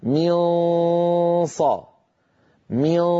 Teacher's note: هو صويت سببه عدم قفل المخرج. منصا من، أغلب الصوت من الخيشوم وقليل منه يمر عن طريق الفم. · Term: غنة النون